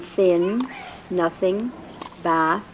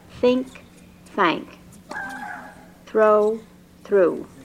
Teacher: The unvoiced th sound, as in thin, nothing, bath, is produced by placing the tip of the tongue lightly against the lower edge of the upper front teeth and blowing out an unvoiced breath